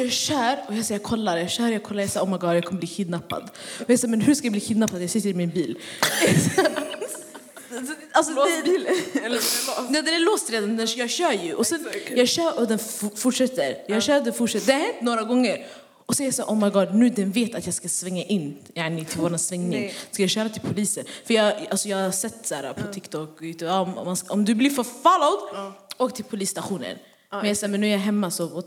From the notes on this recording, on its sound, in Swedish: Detta firar vi med en livepodd där vi har bjudit in världens bästa publik, och dunder gäster!